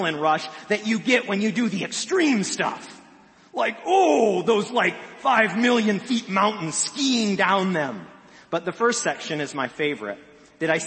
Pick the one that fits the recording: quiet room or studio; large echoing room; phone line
large echoing room